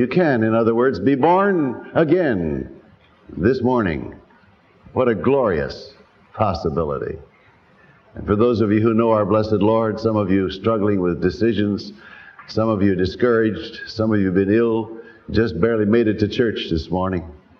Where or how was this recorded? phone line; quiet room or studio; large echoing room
large echoing room